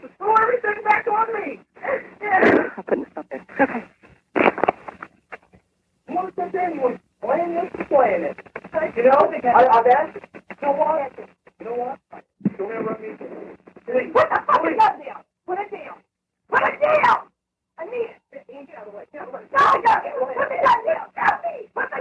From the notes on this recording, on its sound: On this recorded call, you will hear a play-by-play of what occurred.